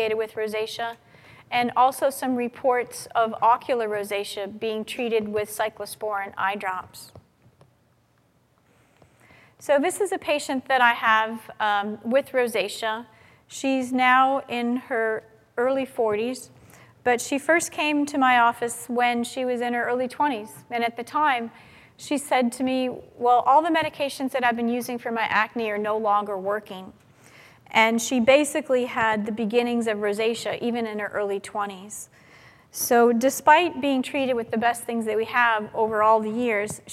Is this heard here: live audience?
yes